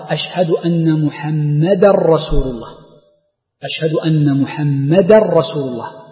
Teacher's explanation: يدغم التنوين في الراء بعده · Term: الإدغام